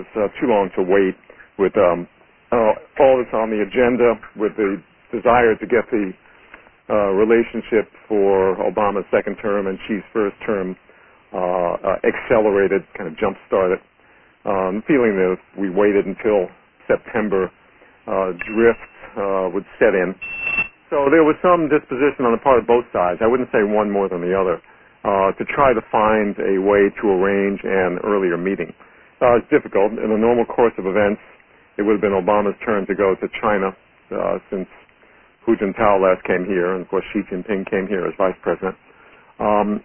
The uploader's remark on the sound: Conference call on June 13, 2013. In a National Committee on U.S.-China Relations conference call.